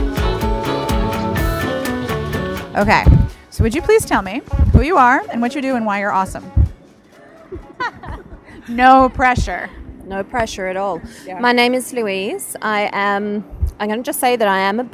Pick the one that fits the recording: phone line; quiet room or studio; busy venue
busy venue